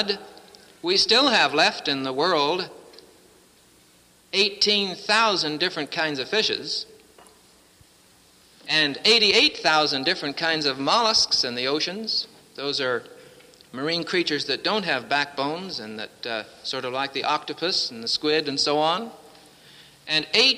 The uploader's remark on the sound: presented at Winona Lake Bible Conference 1966